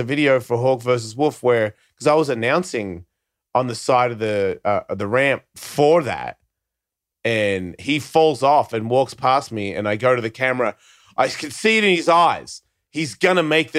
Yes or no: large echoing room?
no